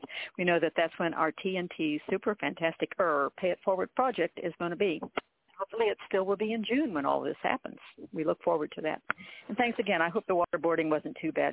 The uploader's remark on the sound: TNTSuperfantastic Conference Call